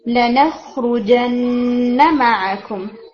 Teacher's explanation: یہاں پہ آپ نون کا ٹائم بڑھائیں گے، یعنی نون جو مشدد ہے اس کا ٹائم بڑھائیں گے، لیکن میک شور کے جو فتحہ ہے وہ بن حرکہ تک رہے.